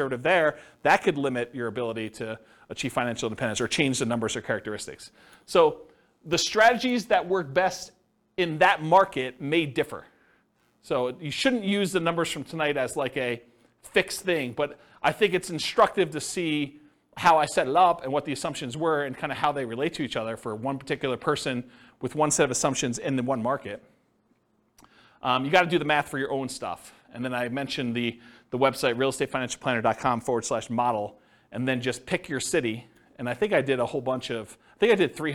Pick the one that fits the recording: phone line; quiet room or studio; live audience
live audience